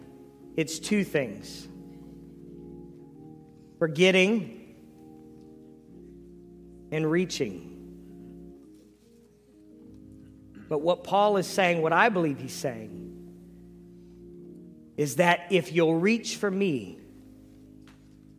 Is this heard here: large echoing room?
yes